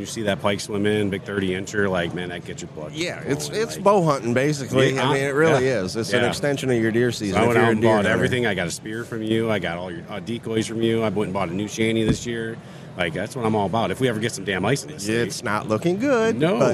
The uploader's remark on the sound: We are Live at the Ultimate Fishing Show in Novi, MI at the suburban collection showplace.